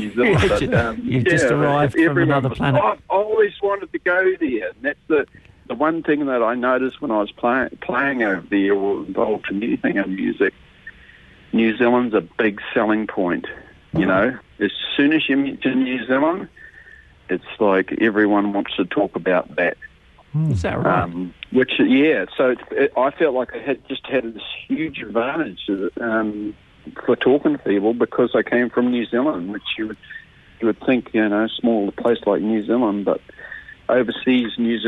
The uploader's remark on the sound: LIVE on the phone